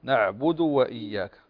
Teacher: ضم الدال بدون إشباع الحركة حتى لا يتولد عليها حرف مد